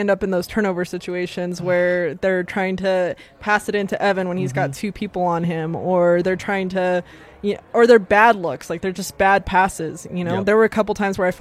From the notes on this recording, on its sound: LIVE from the DNVR Bar